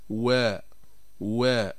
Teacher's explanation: وتخرج بانضمام الشفتين إلى الأمام مع ارتفاع أقصى اللسان · Term: الواو غير المادية